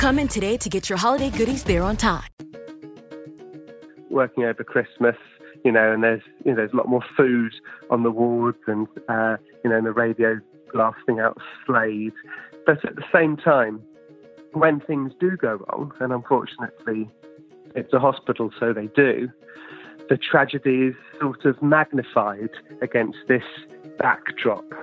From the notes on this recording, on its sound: over the phone